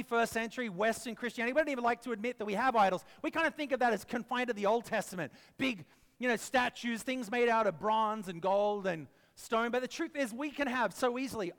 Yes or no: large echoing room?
yes